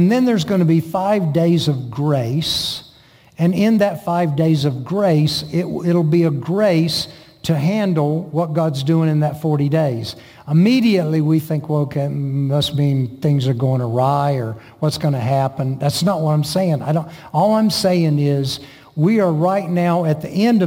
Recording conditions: large echoing room